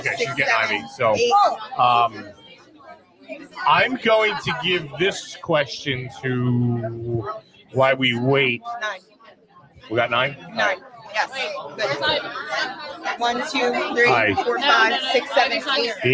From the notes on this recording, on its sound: LIVE from TPA for the Connection Travel Hottest MILF Strip Tease Qualifier